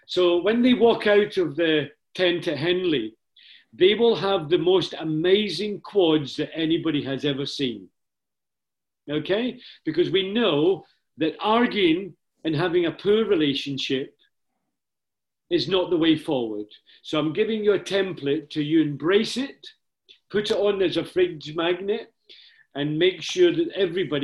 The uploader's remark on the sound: We had a Zoom call focused on the Race Squad season.